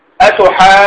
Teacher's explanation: أتحاجوني، هذه وقع فيها بعد الألف مد لازم، وبعد الواو وقع أيضا مد لازم